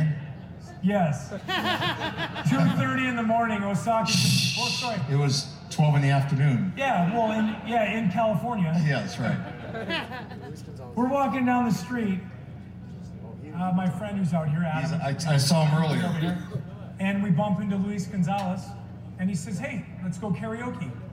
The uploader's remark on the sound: Day 3 coverage of Innings Festival 2020 from Tempe Beach Park, Arizona.